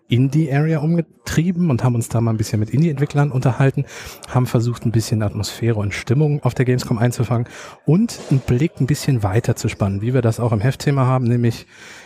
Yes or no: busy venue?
yes